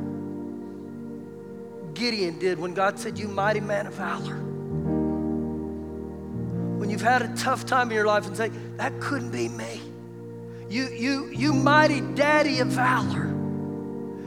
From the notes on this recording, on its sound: Recorded live during our Sunday morning service